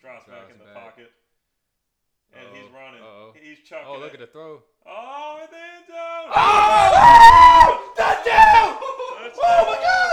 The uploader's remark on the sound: Headphone users beware! We recorded this during the Oklahoma and Texas game.